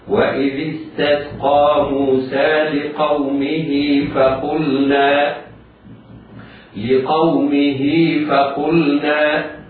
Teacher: الهاء وقعت بين متحركين وليس ثانيهما همزة قطع، فهي في هذه الحالة تمد مدا طبيعيا بمقدار حركتين، تقرأ بالصلة وهذه الصلة تمد مدا طبيعيا بمقدار حركتين